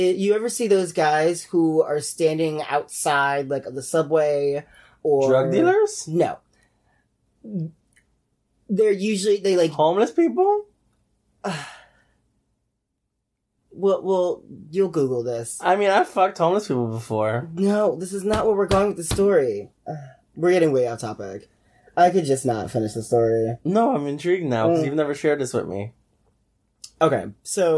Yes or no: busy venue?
no